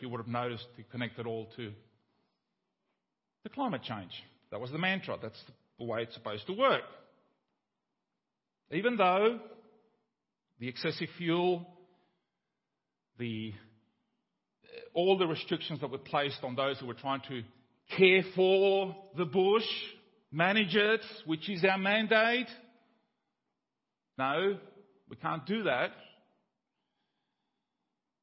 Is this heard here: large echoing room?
yes